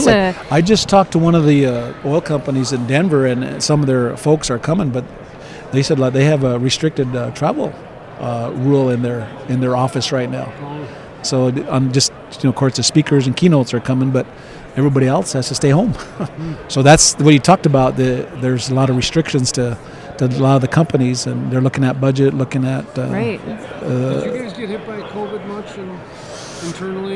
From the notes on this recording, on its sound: at the Williston Basin Petroleum Conference in Bismarck, ND.